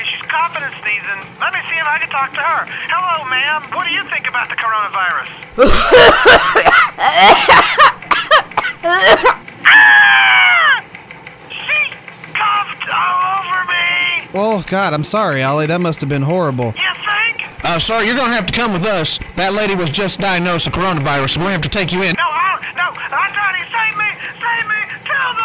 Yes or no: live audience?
no